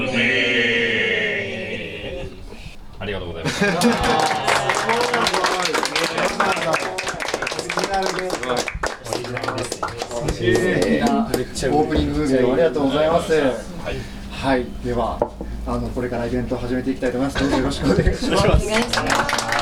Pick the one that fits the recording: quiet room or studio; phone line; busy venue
busy venue